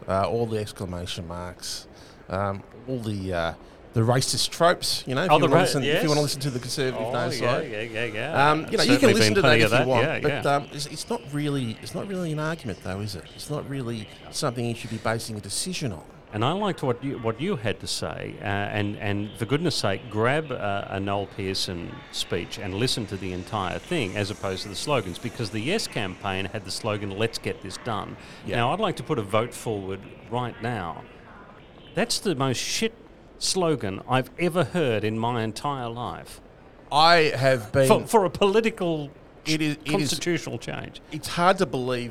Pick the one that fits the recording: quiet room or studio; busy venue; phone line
busy venue